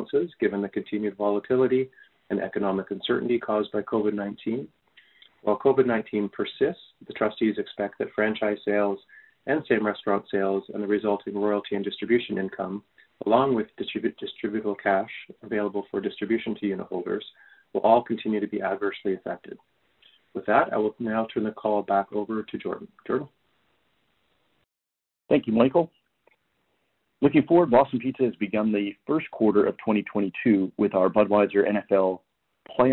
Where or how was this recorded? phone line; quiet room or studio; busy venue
phone line